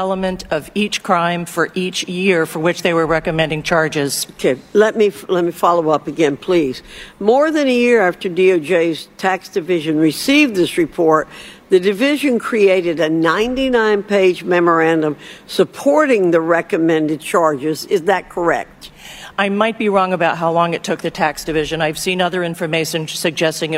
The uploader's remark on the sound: live at the Little Heroes Blood Drive